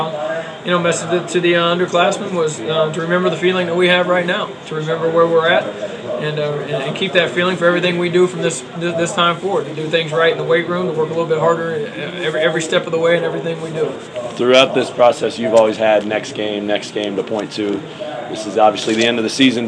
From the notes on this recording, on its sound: Press Conferences & Post-Game Interviews.